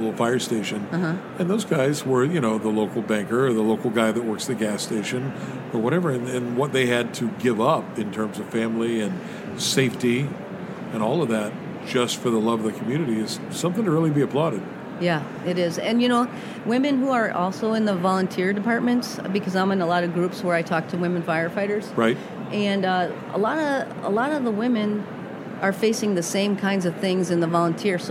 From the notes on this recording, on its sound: This is another episode captured at the American Library Association's annual conference in Chicago.